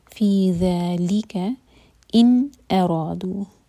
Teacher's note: نون پر اظہار اس کو ہولڈ نہیں کرنا